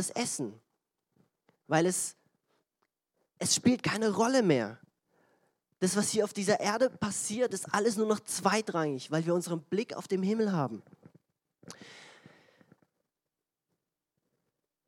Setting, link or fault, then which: setting, large echoing room